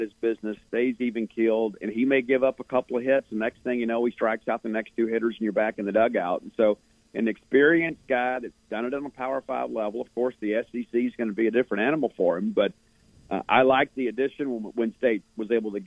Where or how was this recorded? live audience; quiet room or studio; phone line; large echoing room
phone line